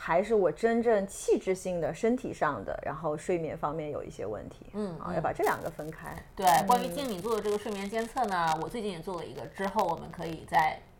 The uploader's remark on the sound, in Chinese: 很抱歉这期节目虽然录了好几遍，但因为设备问题，有一些杂音。